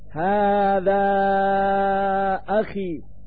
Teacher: فصورة الألف من كلمة هذا هي علامة المد، والهمزة من كلمة أخي هي سبب المد · Term: المد المنفصل